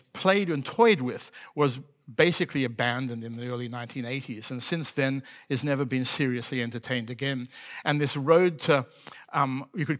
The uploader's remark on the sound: Came together at Antidote 2022. This talk was recorded live at the Sydney Opera House in September 2022.